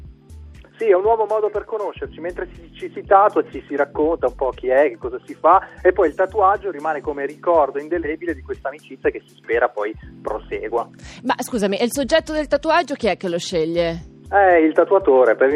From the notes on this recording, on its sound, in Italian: Al telefono. Da Los Angeles.